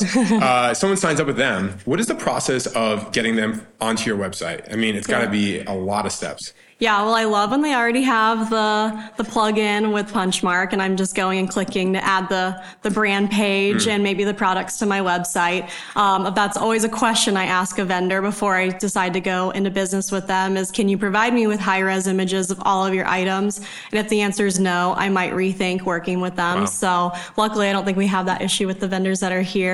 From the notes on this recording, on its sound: Coming to you LIVE from the 2023 Punchmark Client Workshop in Charlotte, NC! In front of an audience of retail jewelers who traveled from around the US and Canada.